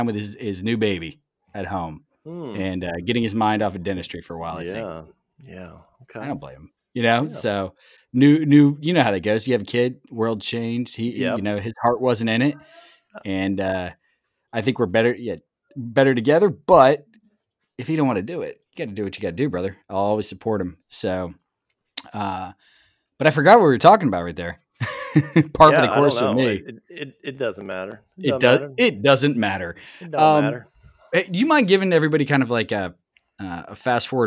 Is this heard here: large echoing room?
no